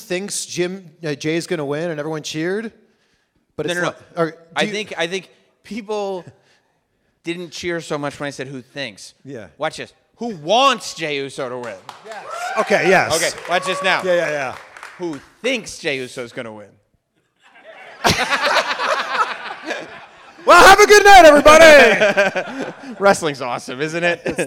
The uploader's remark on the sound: LIVE in Detroit